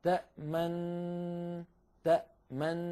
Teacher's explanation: إذن أول شيء ننطق الميم تأما، بعد الميم نأتي بالنون الأولى تأمن، بعد أن ننطق النون الأولى مباشرة نضم الشفتين تأمن تأمن، ويبقى هذا الشكل الشفتين مضمومتين مستمرا إلى أن يبدأ نطق نا، فإذا قلنا نا انتهى عمل الشفتين من حيث الإشمام.